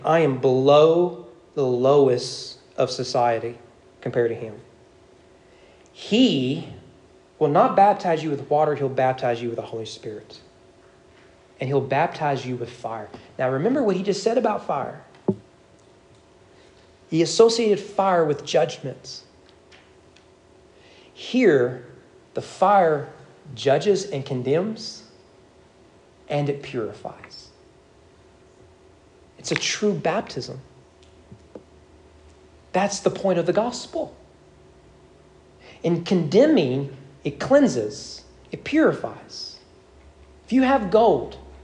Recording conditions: large echoing room